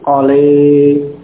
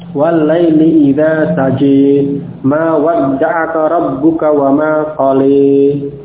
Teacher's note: Pada qala boleh dibaca dengan imalah menjadi qale.